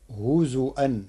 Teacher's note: قرأ ورش كلمة هزوا بهمز الواو على لغة بعض القبائل العربية